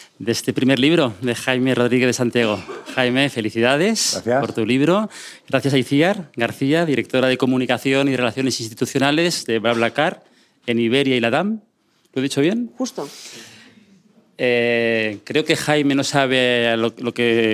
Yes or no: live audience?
yes